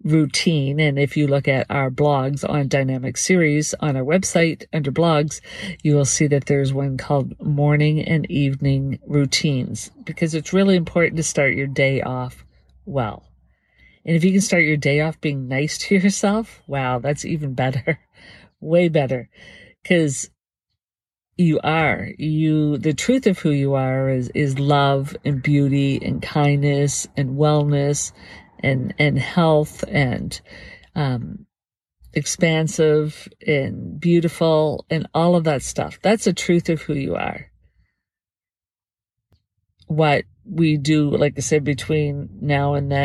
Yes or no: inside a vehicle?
yes